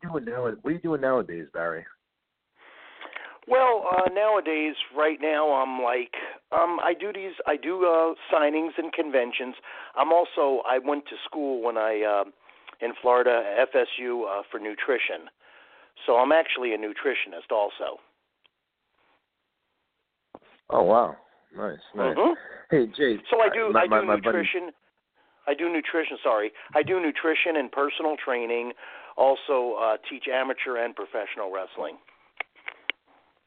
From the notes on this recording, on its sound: It's 80's Wrestling Con Week! We take your calls LIVE!